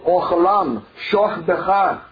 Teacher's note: sometimes they pronounce the Kamet as an O